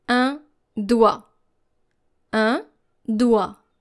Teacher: you are very tempted to pronounce the G and the T, but both of them are silent. · Term: two silent letters